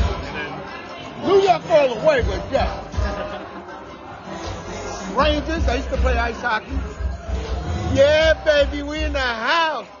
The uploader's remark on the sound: Live From The Orsis Pavillion